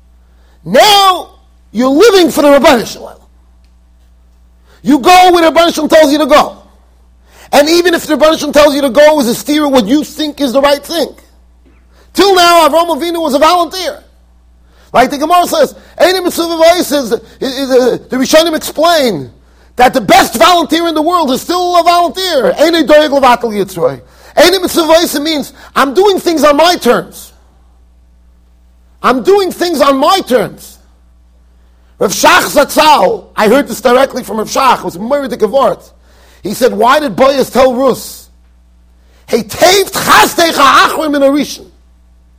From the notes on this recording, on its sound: Shiur recorded in Yeshivas Ohr Reuven, Monsey NY.